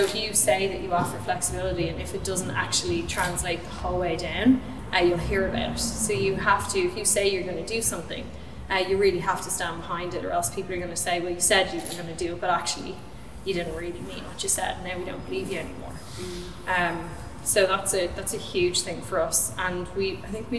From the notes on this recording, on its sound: Live at the Irish Aviation Authority. We brought the community together at the wonderful Irish Aviation Authority conference centre. With a panel of guests from different industries. We recorded the audio from the event.